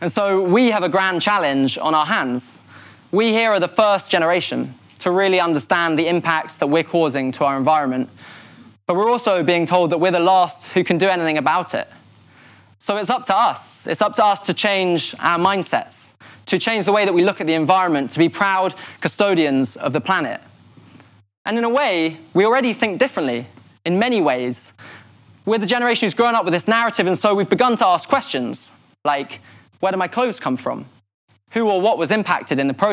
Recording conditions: live audience